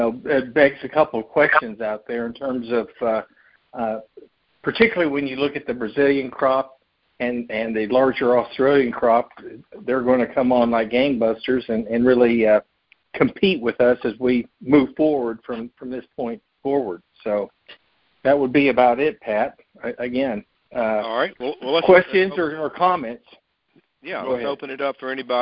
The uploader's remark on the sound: March 2023 Monthly Cotton Conference Call.